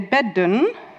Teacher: But if it's a plural, there it's not at the end of a word, then we say bedden, and it's a D, it's still voiced. · Term: final obstruent devoicing